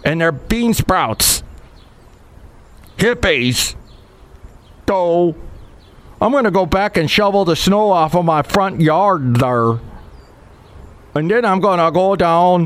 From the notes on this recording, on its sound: podcasts live from Café Anyway